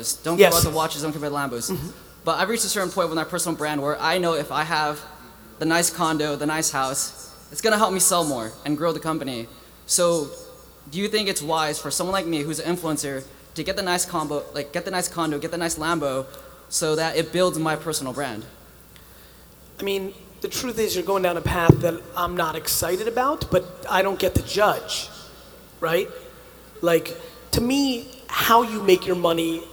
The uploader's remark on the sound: Success Resources 2018 Manilla, Philippines | A Keynote.